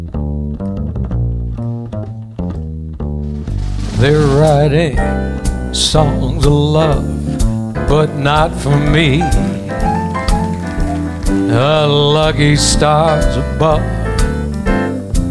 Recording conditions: busy venue